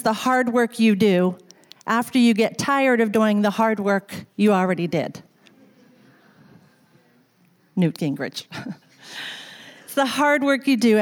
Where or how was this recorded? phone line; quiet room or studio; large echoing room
large echoing room